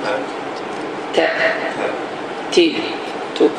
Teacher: Dilin ucu yuxarı kəsici dişlərin damağına toxunmaqla.